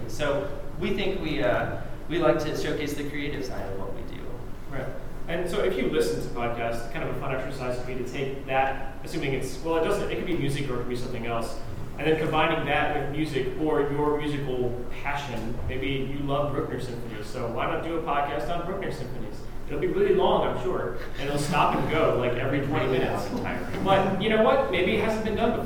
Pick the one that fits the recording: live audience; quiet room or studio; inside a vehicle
live audience